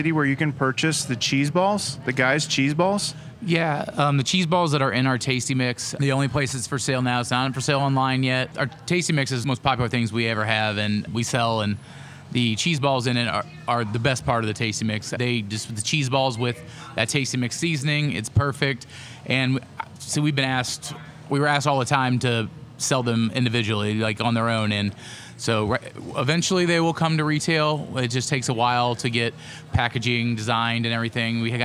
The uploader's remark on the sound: GUY’S BROADWAY BODEGA! On Location! To taste test the tasty tacos at the new GUY'S BROADWAY BODEGA in the Crossroads. At the confluence of Broadway and Southwest Boulevard.